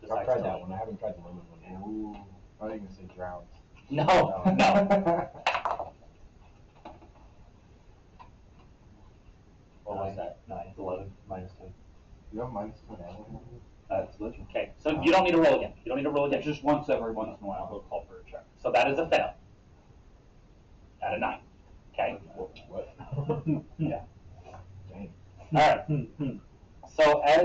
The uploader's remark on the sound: The AUDIO on this episode is really bad, lots of laughs were had during this episode so we didn't want to leave it out.